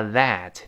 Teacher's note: 这嘴要咧开发 that，第一个 th 吐舌头。最后那个 t 听不清了，叫 that was a 变成 was a was a 非常轻轻的一带过 was a